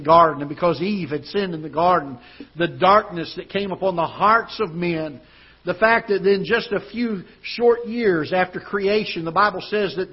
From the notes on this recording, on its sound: Ketha Heights Baptist Church ~ Live Broadcast.